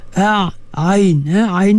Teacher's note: pastikan a'ain dilahirkan dari tengah halqum